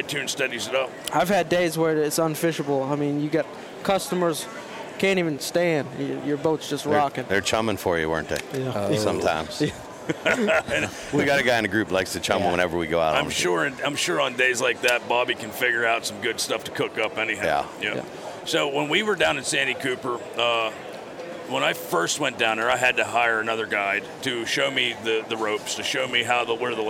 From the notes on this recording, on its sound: Live from the Great American Outdoor Show.